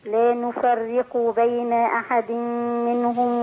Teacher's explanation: را مرققة مشددة بالكسر يبقى مرققة الاثنين